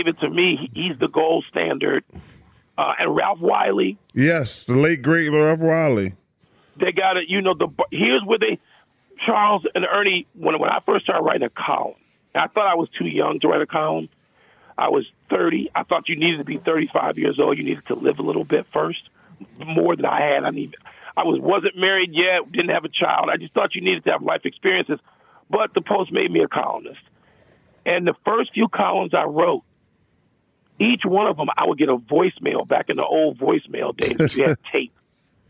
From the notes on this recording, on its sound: calls